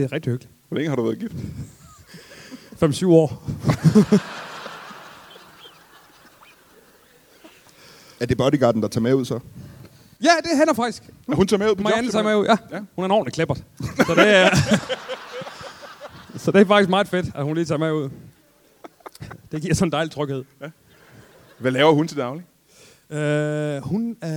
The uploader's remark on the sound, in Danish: LIVE fra Musikhuset i Esbjerg